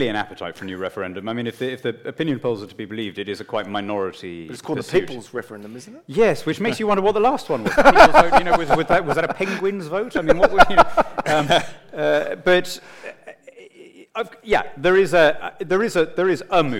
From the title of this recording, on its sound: Conversation to the CIS’s 2018 JBL Gala Dinner